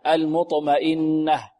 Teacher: طيب نرقق الميم المطمئنة ونفخم الطاء المطمئنة المطو، ونرقق الميم كذلك المطمئنة، والنون هنا مشددة فيها غنة، غنة أكمل، وغنة ميما ثم نونا شددة المطمئنة.